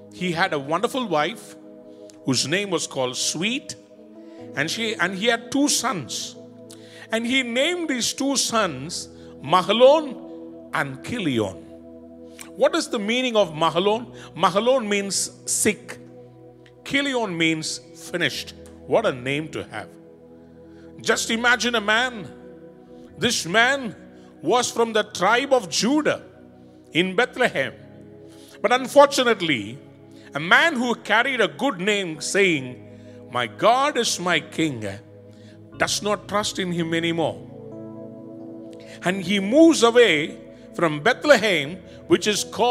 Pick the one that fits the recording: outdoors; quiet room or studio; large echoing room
large echoing room